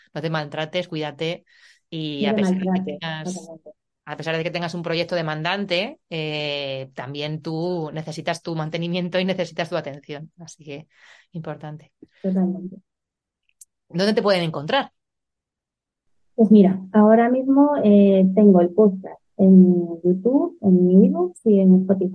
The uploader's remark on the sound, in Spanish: Pero antes de que le des al play, te aviso, el audio es de bastante mala calidad. He hecho lo que he podido para mejorarlo, pero el resultado tampoco ha sido bueno.